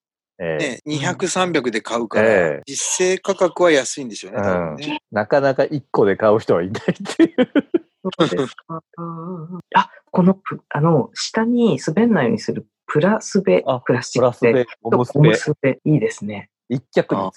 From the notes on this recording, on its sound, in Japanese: 収録環境のため音飛びすることがあります。すみません。